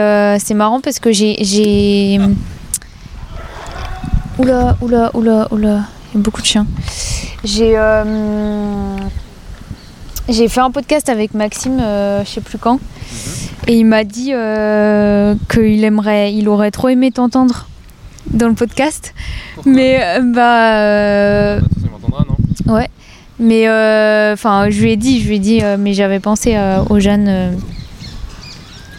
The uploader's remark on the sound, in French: On a enregistré au milieu d'un parc entouré de chiens.